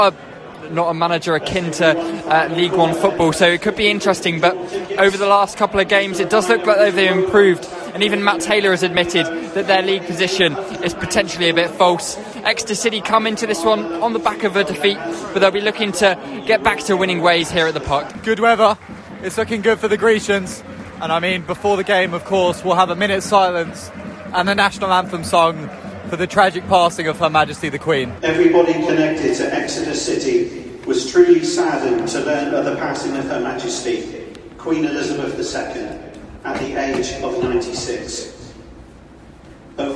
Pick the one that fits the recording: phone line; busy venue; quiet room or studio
busy venue